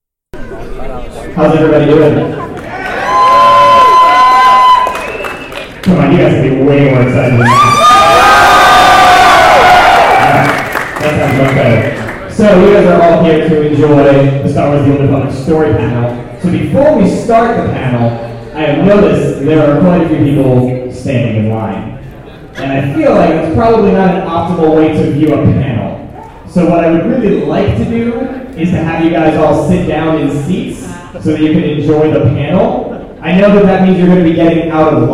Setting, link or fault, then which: fault, poor sound quality